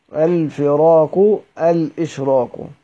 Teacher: وروعي ما في القاف أيضا من الاستعلاء، والاستعلاء يطلب التفخيم